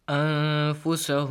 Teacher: Hide the sound of noon, extend it also, nasal sound added.